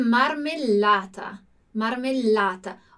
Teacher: Olha o meu L ali como ele dà uma enroladinha, ele dà uma demoradinha. · Term: doppie consonanti